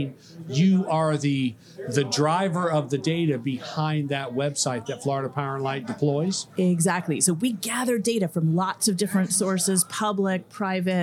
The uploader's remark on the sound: This and the following segments were recorded at this year’s annual Florida Economic Development Council Conference hosted at Sheraton Orlando Lake Buena Vista Resort. This and the following segments were recorded at this year’s annual Florida Economic Development Council Conference hosted at Sheraton Orlando Lake Buena Vista Resort.